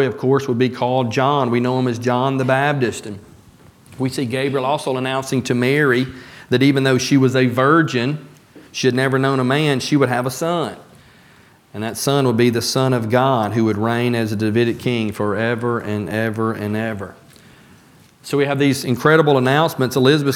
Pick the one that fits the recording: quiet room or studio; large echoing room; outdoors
large echoing room